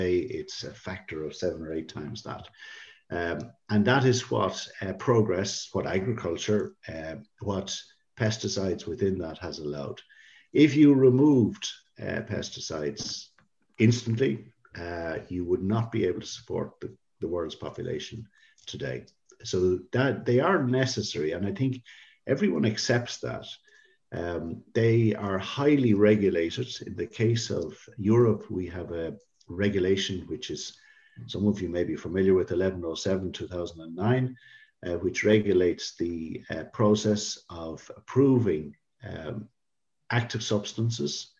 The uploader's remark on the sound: Podcast version of the Signpost Series webinar. The webinar was followed by a Q&A session.